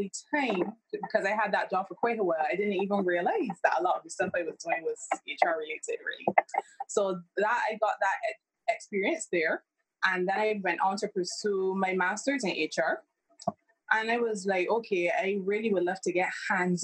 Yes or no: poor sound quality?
yes